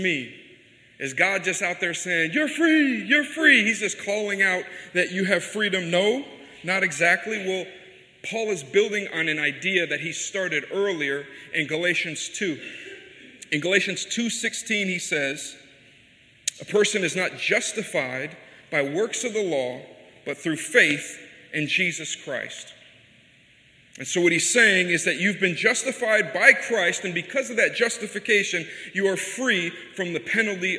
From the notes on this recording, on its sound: This message was delivered at New City Fellowship West End in St. Louis, MO.